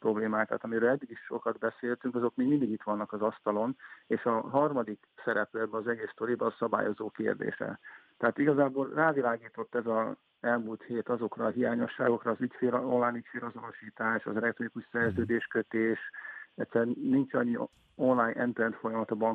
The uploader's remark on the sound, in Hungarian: telefonos vendégei